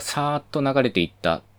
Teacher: 舌先と歯茎で摩擦を起こして音を出しています · Term: 摩擦音